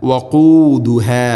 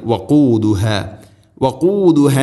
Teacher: ഖാഫ്, ചെറുനാക്കിൻ്റെ ആ ഒരു ഭാഗമാണ് അതിൻ്റെ മഖ്റജ്